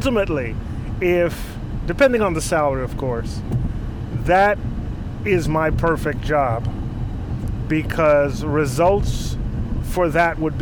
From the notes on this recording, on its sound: while driving, of course